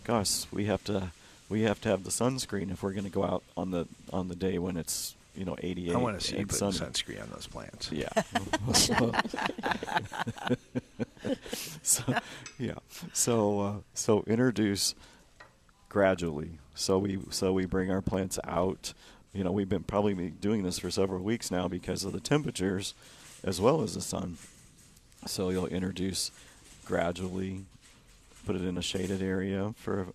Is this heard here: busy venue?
yes